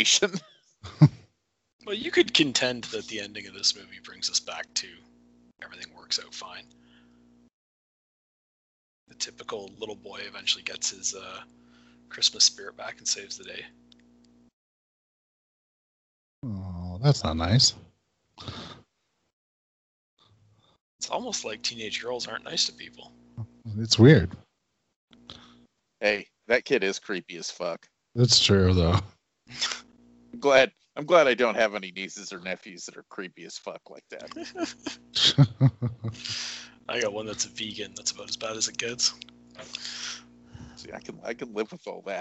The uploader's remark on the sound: Technical Issues Abound! We try to bring you some horror holiday cheer but –Buffering– ing Christmas!